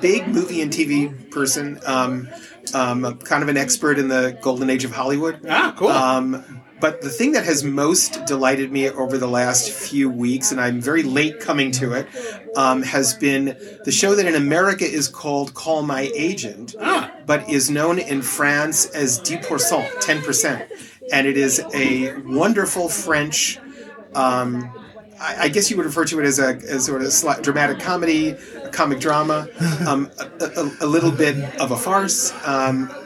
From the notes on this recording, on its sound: We have the pleasure of sitting down with a record 6 guests! This episode being recorded during the Nashville Design Collective's inaugural event.